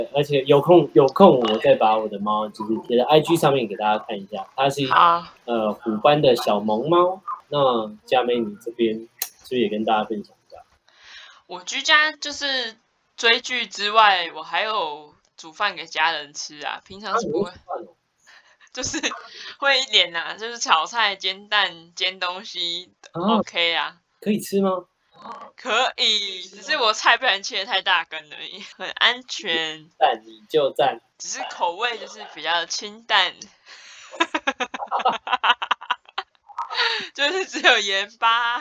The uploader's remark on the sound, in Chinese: 視訊錄音真實的雜音呈現給你～